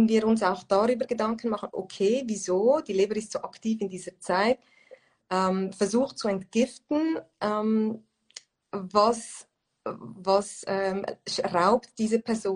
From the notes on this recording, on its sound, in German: Letzte Woche habe ich ein Instagram live geführt